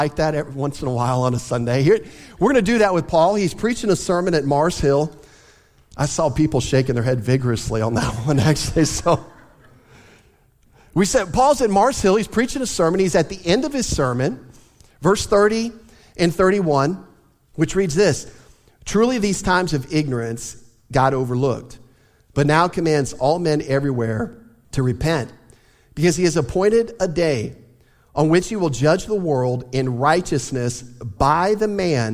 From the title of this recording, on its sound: Easter Sunday Service